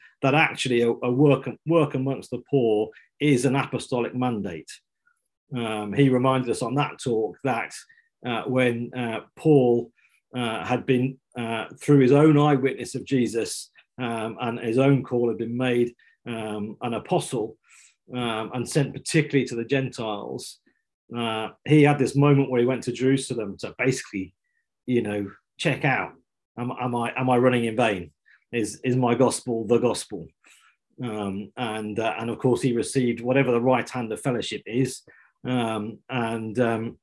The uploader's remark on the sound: This week we're bringing you a live episode from a recent online training session.